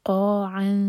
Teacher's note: فیذروها قاعا، قا مد تبعی اور قاف علق سے پڑھیں گے اور منہ بھر کر، ہیوی لیٹر ہے